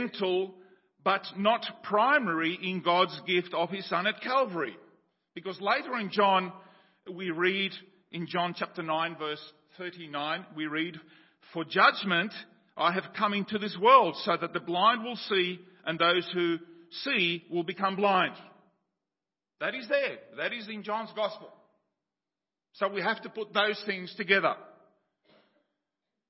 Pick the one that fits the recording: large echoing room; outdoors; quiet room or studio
large echoing room